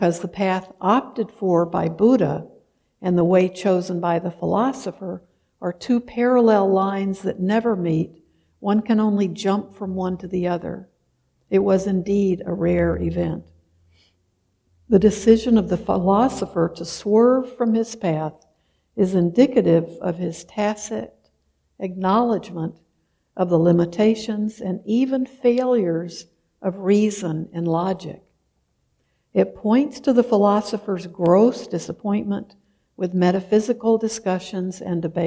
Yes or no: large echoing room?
yes